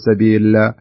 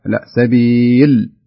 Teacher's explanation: طيب الخطأ الثاني أو الملحوظة الثانية في قولك فهل إلى خروج من سبيل، ما تقول كذا، يعني أنت قلقلت في اللام مفروض تقف عليها ساكنة بدون ما تقلقل · Shown in: second take · ما تقول سبيل، لا سبيل.